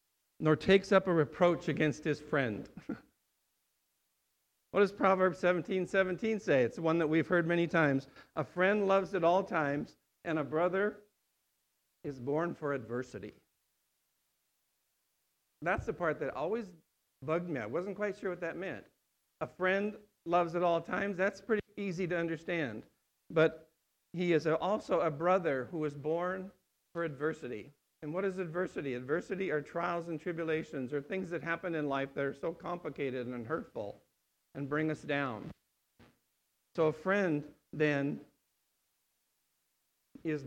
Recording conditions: large echoing room